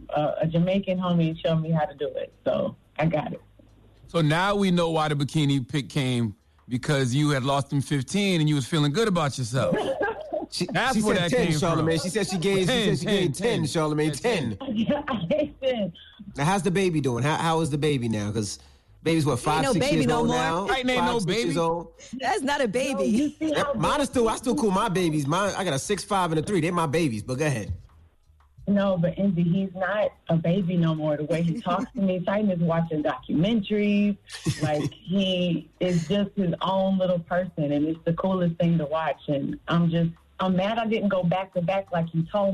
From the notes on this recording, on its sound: opened up the phone lines